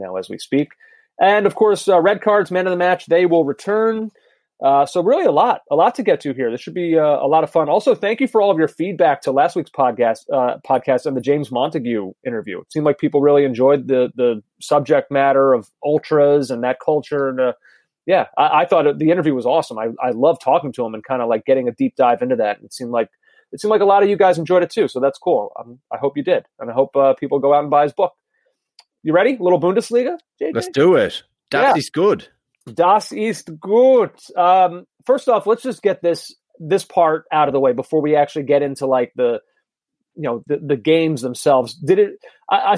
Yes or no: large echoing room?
no